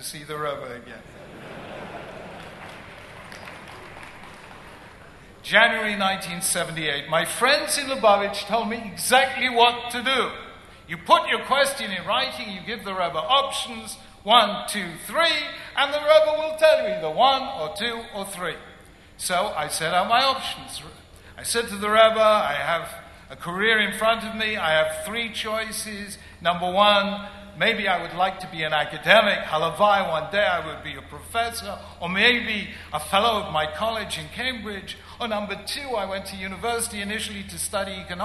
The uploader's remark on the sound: At the 2011 International Conference of Chabad Shluchim. Addressed the International Conference of Chabad Shluchim in New York.